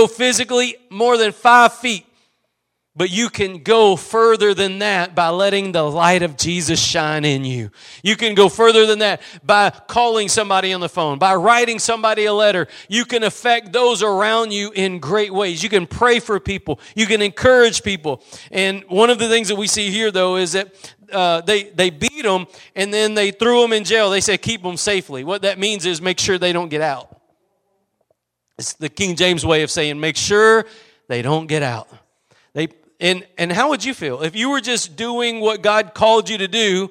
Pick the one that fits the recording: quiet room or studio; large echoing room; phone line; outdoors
large echoing room